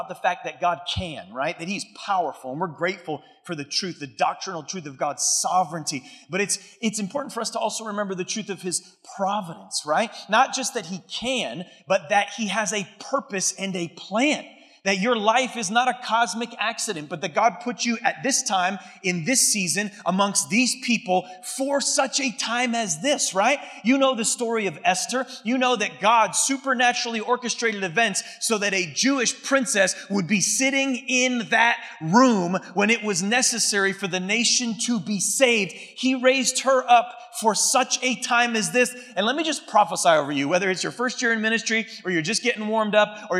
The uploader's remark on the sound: keynote message from Converge Northeast's October 2023 event, the Advance Conference